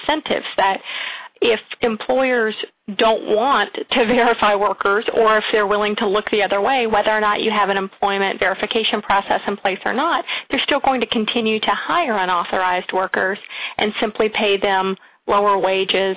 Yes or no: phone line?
yes